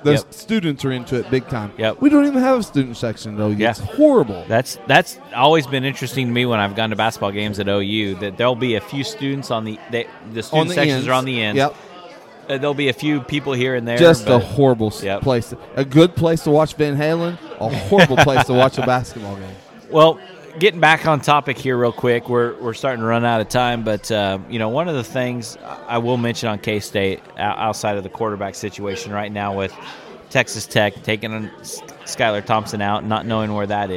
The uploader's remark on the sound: We enjoyed a few frosty beverages on the patio of Great Life in Salina during this recording!